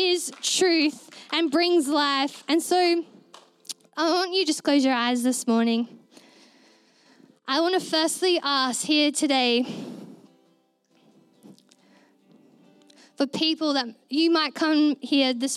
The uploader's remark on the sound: Recorded during our Melobourne East service on Sunday, the 3oth of April 2023